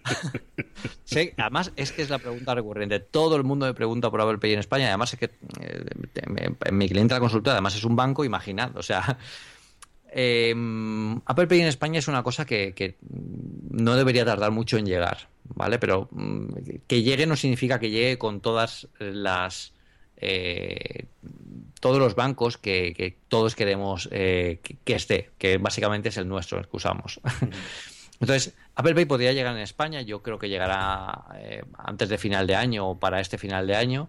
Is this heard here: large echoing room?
no